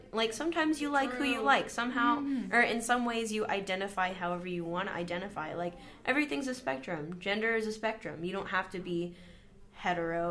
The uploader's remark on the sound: Only half of this episode was saved, for some reason. Sorry for this mess of an audio clip.